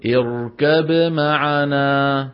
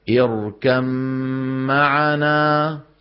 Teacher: الباء ما فيها غنة، الميم فيها غنة